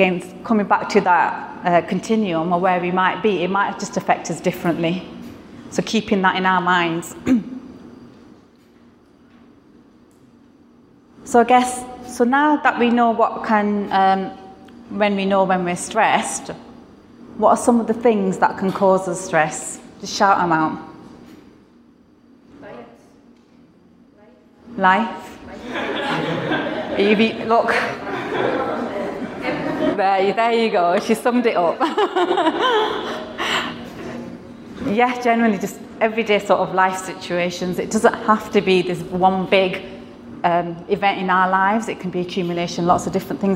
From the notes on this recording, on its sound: This episode is a recording of an event held in Glasgow, Scotland in July 2018